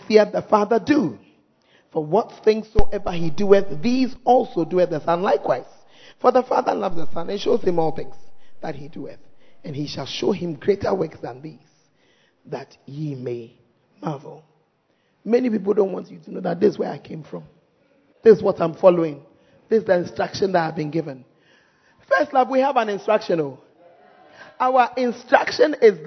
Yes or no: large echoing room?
yes